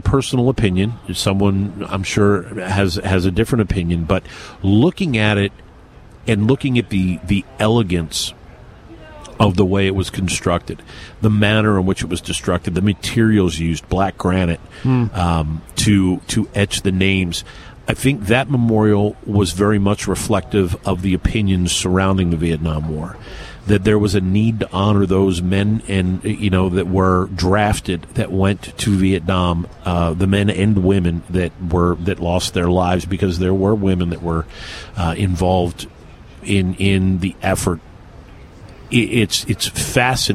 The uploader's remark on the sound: Broadcasting live from Washington DC during the FAIR Hold their Feet 2 the Fire Convention.